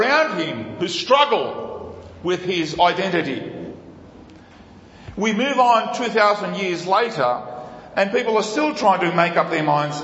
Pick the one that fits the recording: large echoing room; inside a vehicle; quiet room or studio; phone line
large echoing room